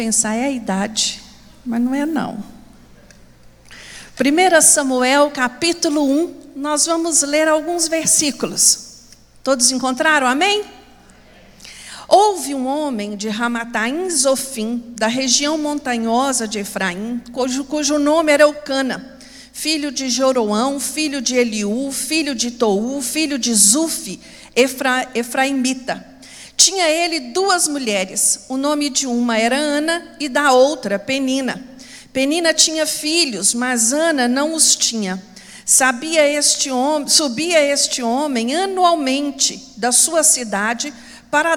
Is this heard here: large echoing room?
yes